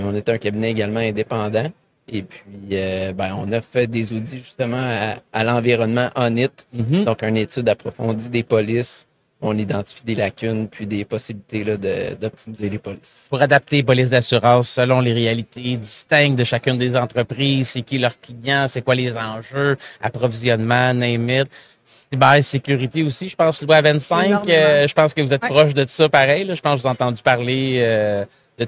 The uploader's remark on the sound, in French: En direct du Salon Industriel de Terrebonne